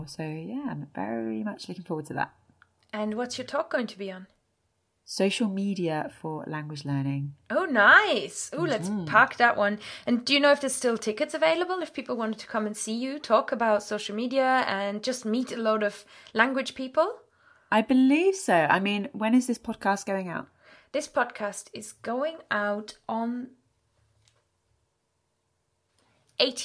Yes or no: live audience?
no